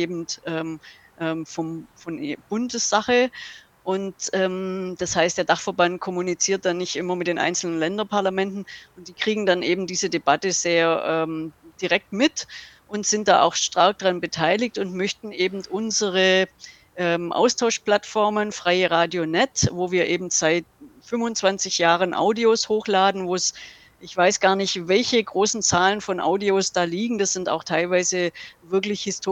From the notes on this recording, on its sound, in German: Mitschnitt vom Radiokiosk aus dem Haus der Statistik am Alexanderplatz